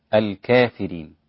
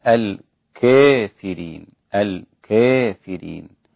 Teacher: يعني بين الفتح وبين الإمالة · Shown in: second take · الإمالة نبدأ بالفتح، الكافرين، خلاص الكافرين هذا هو الفتح. · Term: التقليل